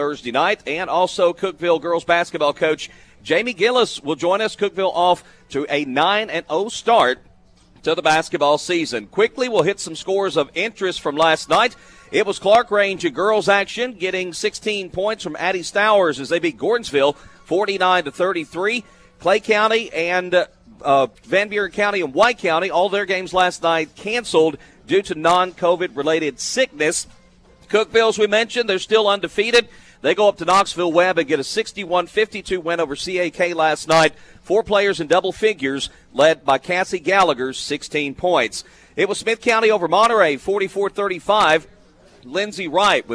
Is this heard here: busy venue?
yes